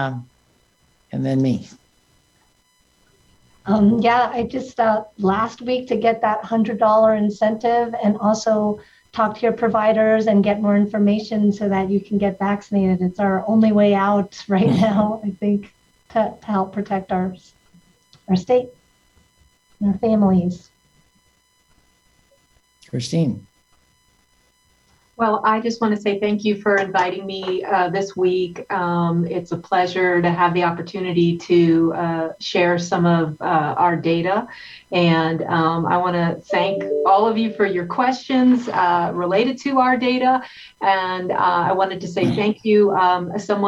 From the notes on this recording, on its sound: The New Mexico Department of Health provides a COVID-19 webinar update, and takes questions from the media. Via ZOOM.